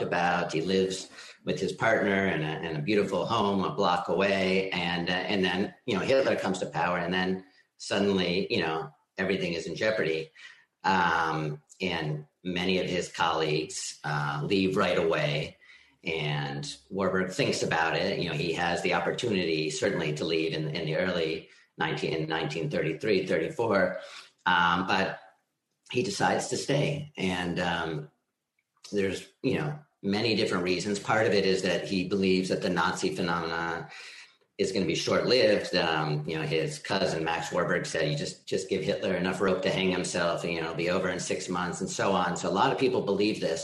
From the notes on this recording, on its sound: This program was recorded via video conference on June 1st, 2021 by the Commonwealth Club of California